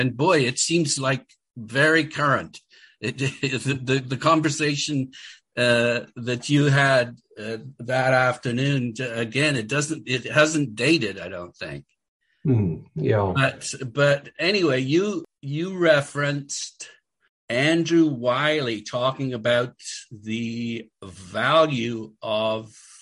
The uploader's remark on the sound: We met via Zoom